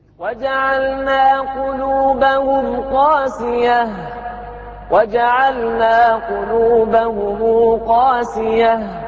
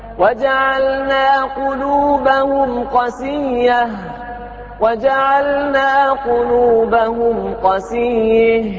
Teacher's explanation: الباقون يقرؤونها بمد بالمد حرف المد اللي هو الألف مع تخفيف الياء قاسية · Shown in: first take